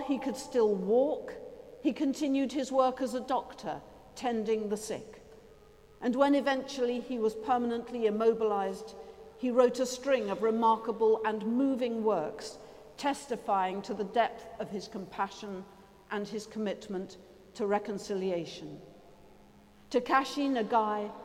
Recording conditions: large echoing room